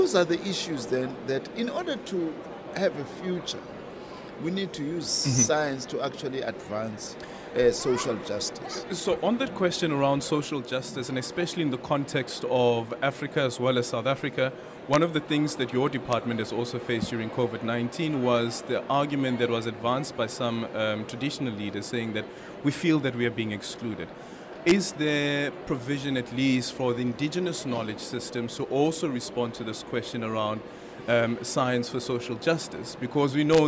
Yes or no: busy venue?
yes